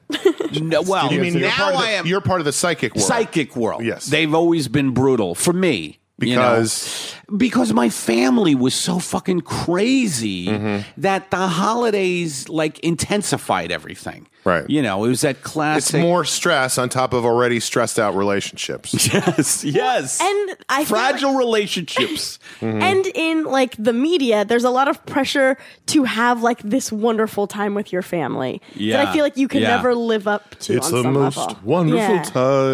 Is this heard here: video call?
no